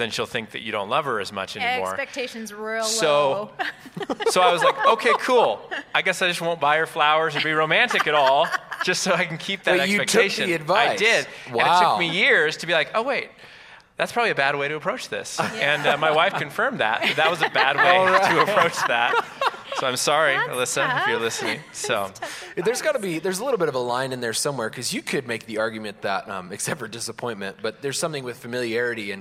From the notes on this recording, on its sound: Recorded Live. Live at Westside Church.